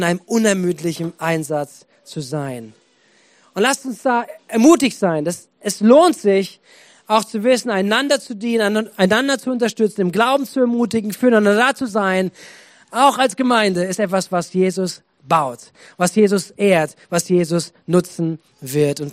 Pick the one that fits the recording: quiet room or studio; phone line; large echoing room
large echoing room